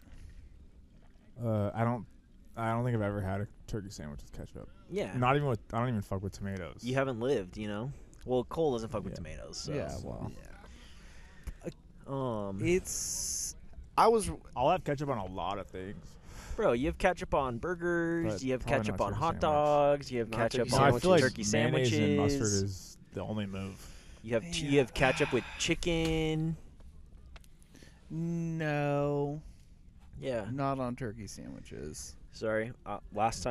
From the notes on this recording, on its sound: Recorded this one at Joshua Tree.